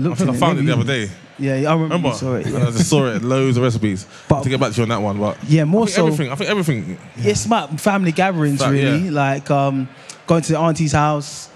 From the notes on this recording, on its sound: Live from the BBC Good Food show.